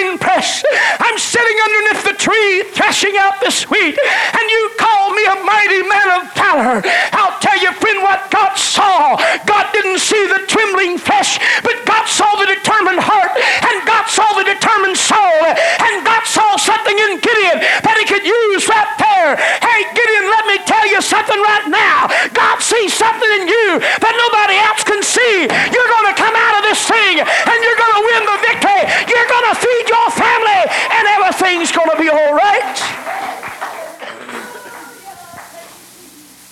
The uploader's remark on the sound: delivered November 12, 1989 at First Apostolic Church in North Vernon, Indiana